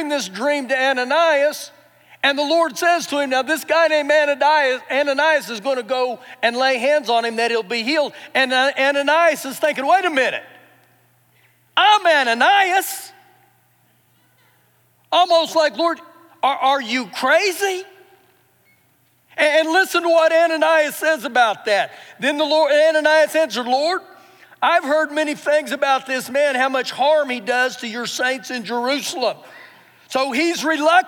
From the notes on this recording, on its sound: Recorded live during our Sunday morning service